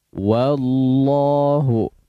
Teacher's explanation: huruf waw ketika berharakat fathah, maka jelaskan fathahnya, jangan wo bunyinya ya